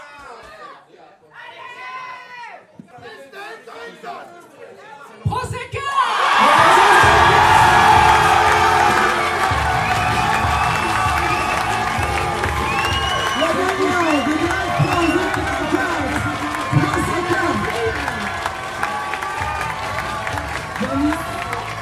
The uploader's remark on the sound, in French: En direct du concours Drag France 2024 !